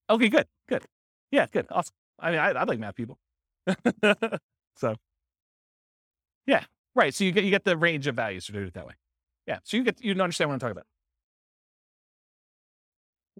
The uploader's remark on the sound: This was a live class recorded.